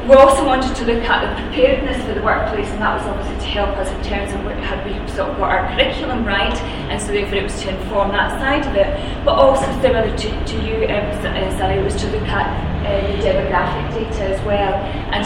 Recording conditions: live audience